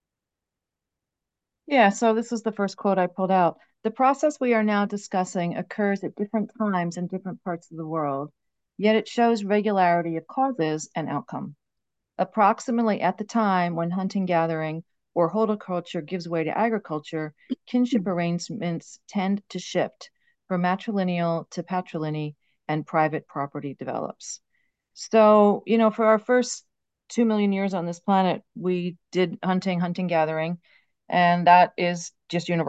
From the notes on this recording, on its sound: A live webinar